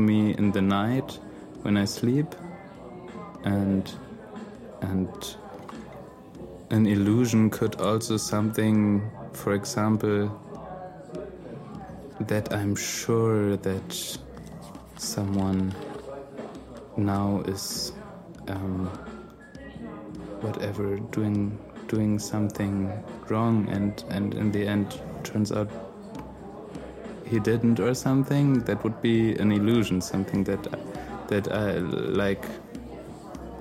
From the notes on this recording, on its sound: Recorded at Spielart Festival, 2019, Munich (DE)